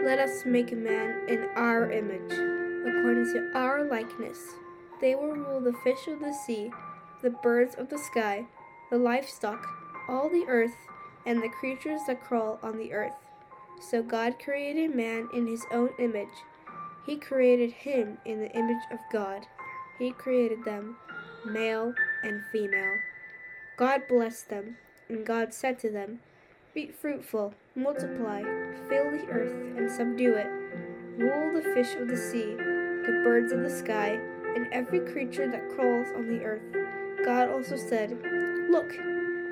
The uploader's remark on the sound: You can hear some background noises and the music is a bit loud, and sometimes when I talk I do it fast.